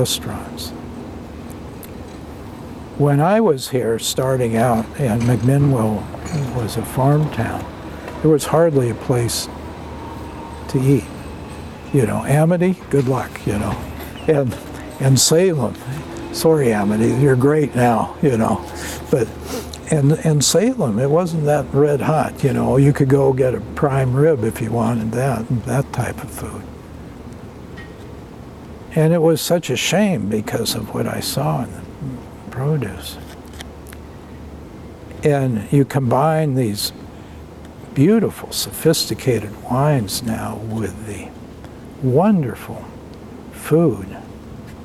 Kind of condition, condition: setting, outdoors